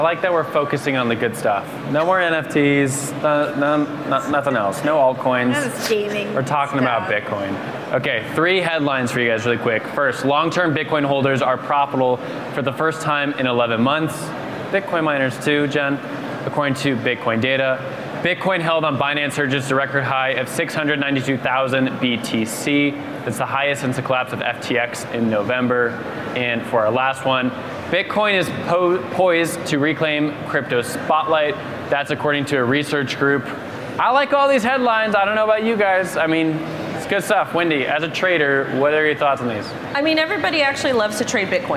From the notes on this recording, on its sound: live at Consensus 2023 in Austin, Texas